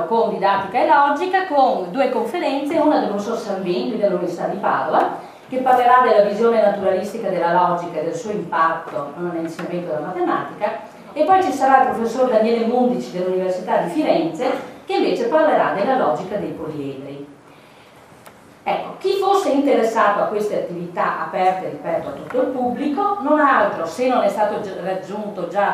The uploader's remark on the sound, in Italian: Registrazione del 21/1/2011, presso l’Università di Padova, Aula C, Polo Didattico, via Bassi 2. Presso l’Università di Padova, Aula C, Polo Didattico, via Bassi 2 (di fronte alla Torre Archimede, sede del Dipartimento di matematica).